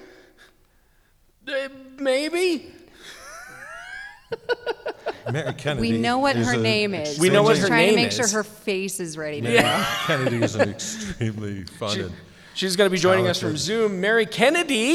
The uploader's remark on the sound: Records this episode before a live audience at the Community College of Denver .